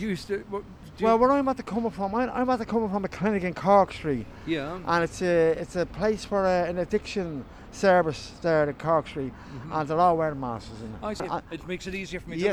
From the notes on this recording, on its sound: chats to people outside a Social Welfare office on Bishop Street in Dublin City Centre